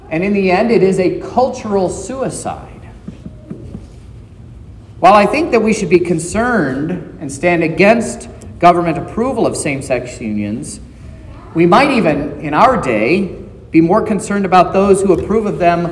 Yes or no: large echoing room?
yes